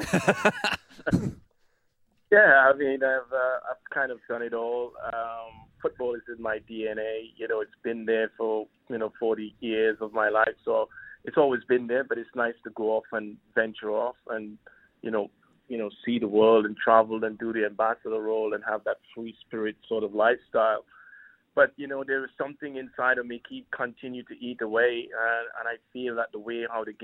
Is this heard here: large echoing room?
no